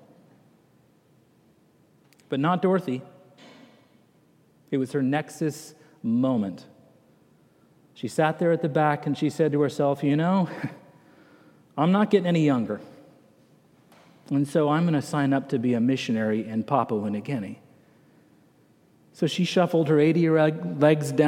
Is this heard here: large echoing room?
yes